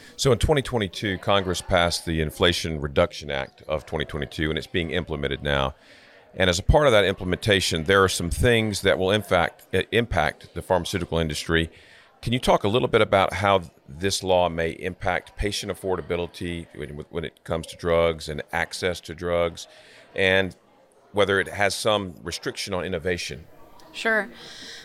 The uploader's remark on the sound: Recorded at NC Life Sciences Organization’s 2023 annual meeting